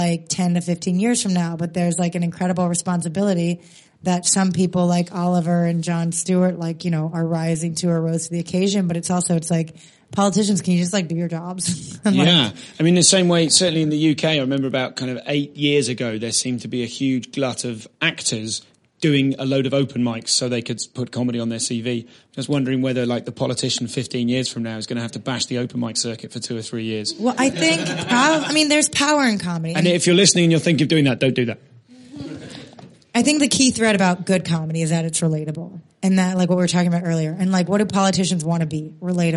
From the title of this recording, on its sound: Live at the Edinburgh Fringe